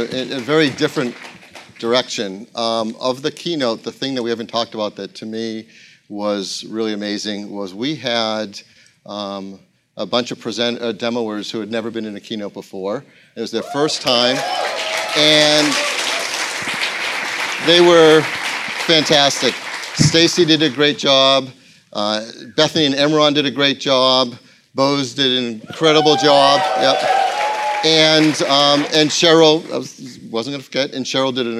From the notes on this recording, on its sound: Live From WWDC 2016. Recorded in front of a live audience in San Francisco.